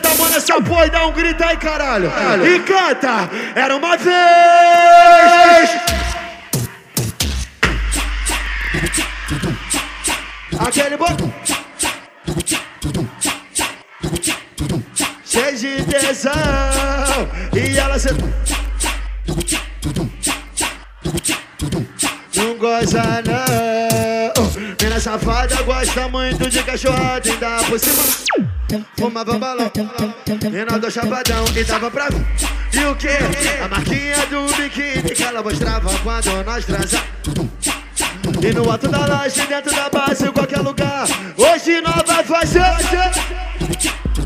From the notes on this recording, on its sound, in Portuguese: AO VIVO NO BAILE DA SUÉCIA